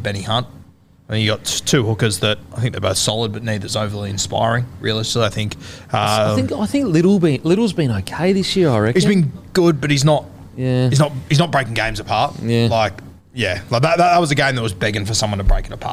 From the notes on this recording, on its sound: in front of our live crowd